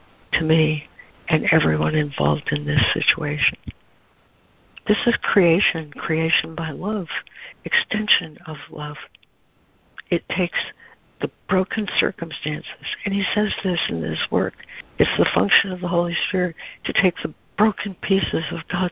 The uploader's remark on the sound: ACIM Daily Conference Call